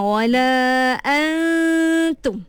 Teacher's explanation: Kita sembunyikan makhraj dia tapi kita kekalkan dia punya sifat pada nun tu. Sembunyi. Itu maksud ikhfa ataupun ada pula istilah lain kalau ikhfa ni dia samar-samar.